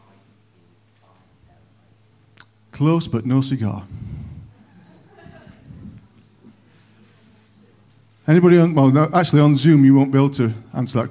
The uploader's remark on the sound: On 21st November 2021 at King's Church, Cockermouth. At King's Church, Cockermouth, as an audio file.